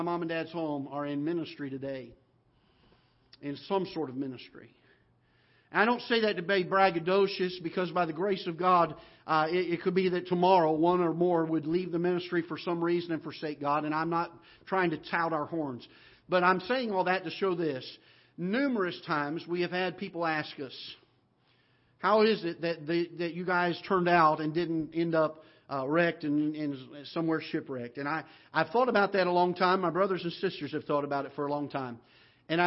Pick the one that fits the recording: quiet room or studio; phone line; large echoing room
large echoing room